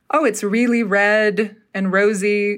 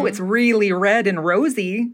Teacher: the R in the Utah dialect is it's very hard and it's kind of more chewy · Shown in: second take